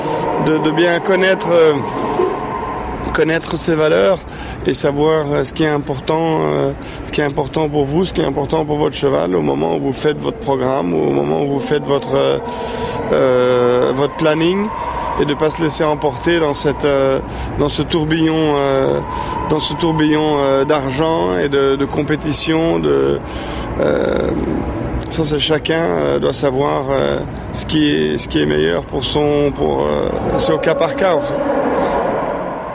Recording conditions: busy venue